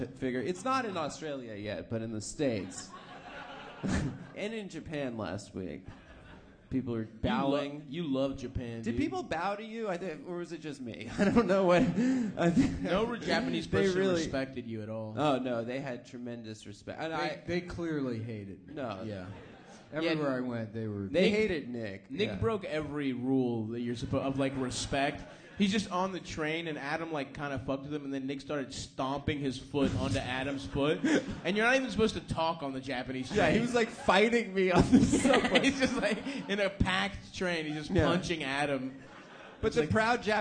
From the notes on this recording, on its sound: 2018-10-30 Sydney (Live Show)